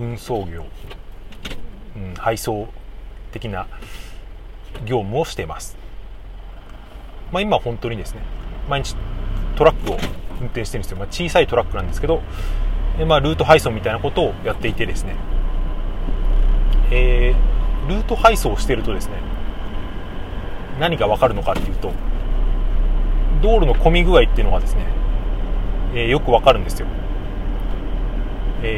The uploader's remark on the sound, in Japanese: トラック運転しながら配信してます